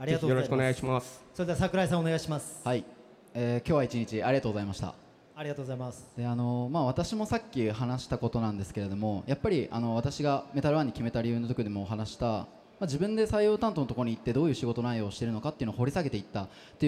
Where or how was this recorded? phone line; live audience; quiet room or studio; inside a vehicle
live audience